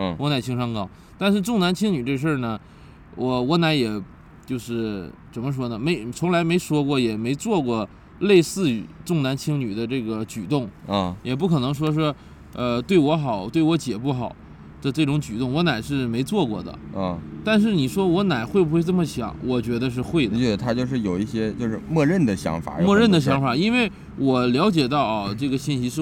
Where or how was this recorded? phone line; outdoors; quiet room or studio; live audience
outdoors